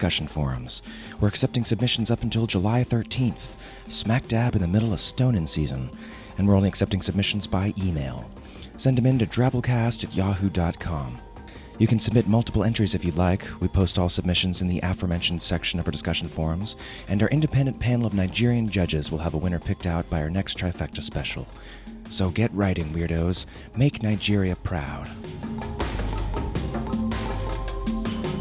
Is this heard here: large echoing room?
no